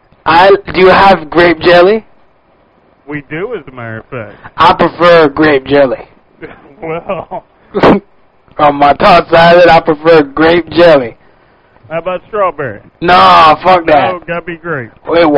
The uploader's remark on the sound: RBCP's Personal Prank Phone Calls Collection